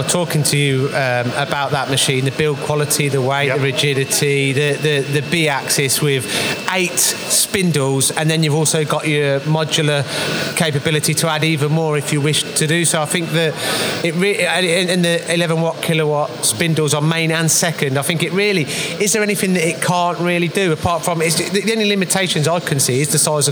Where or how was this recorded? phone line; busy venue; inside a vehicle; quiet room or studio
busy venue